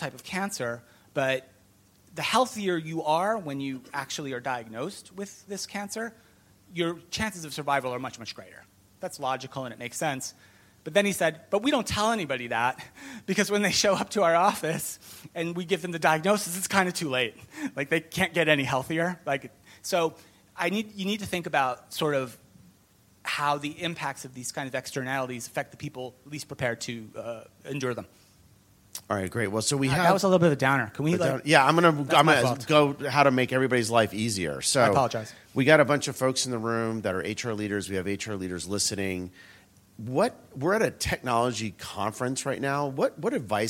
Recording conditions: live audience